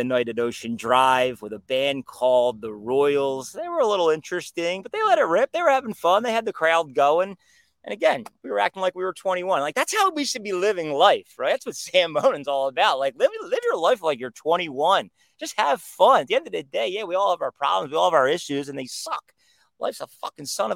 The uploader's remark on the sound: Coming to you live from outside